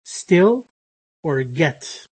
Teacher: We have T's that have no aspiration.